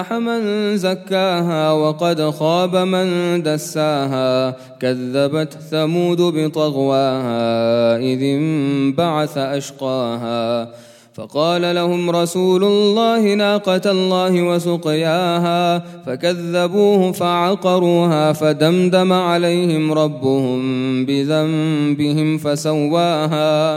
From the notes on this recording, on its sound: at the Houghton Masjid (West Street)